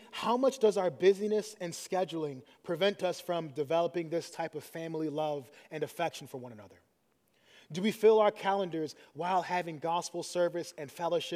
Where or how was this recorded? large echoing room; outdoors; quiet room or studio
large echoing room